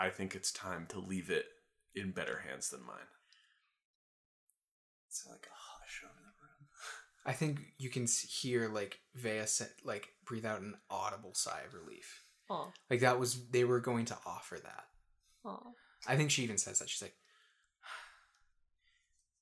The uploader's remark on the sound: Please note that the audio quality is a little lower